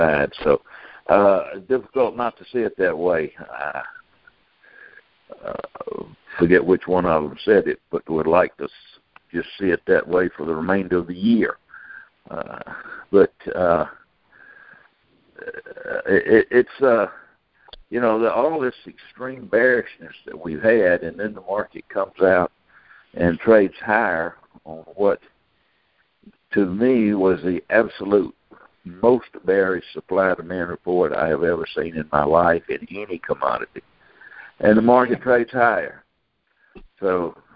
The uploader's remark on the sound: Monthly Conference Call